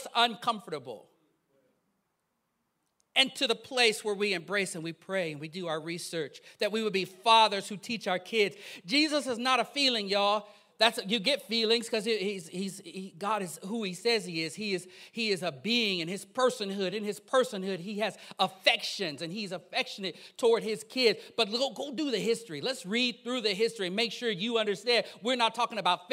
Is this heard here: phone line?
no